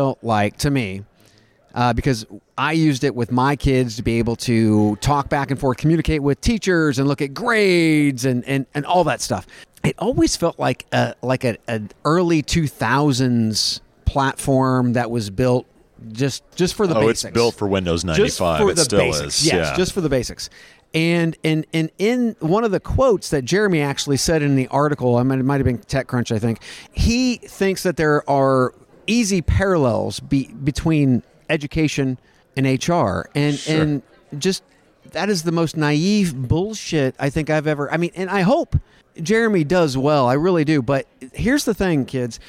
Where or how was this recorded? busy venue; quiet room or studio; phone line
busy venue